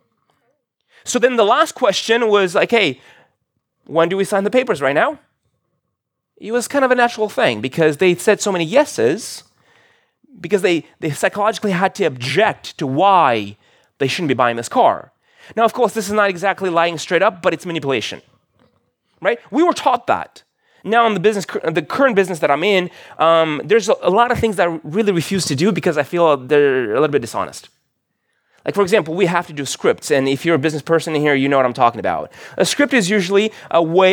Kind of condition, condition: setting, large echoing room